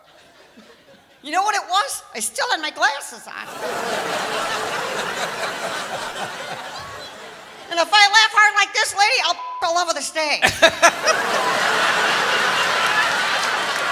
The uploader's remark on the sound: Live at the SouthPoint Casino